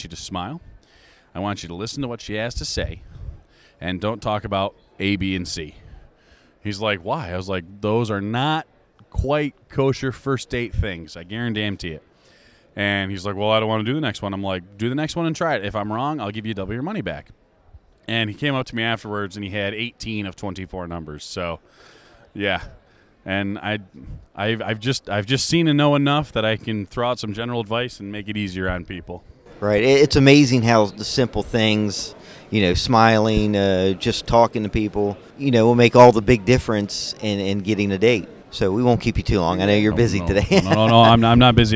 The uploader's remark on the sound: at Lexington Comic Con Mar 2017